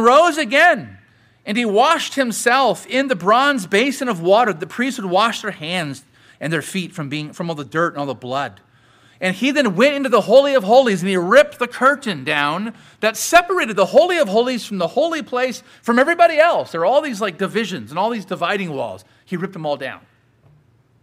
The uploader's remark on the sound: Sermon preached at Grace United Reformed Church